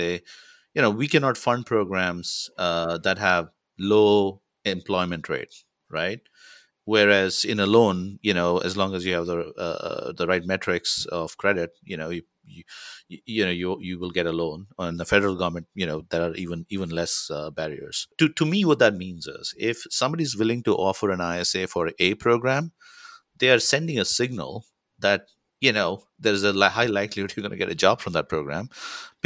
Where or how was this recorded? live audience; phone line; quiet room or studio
quiet room or studio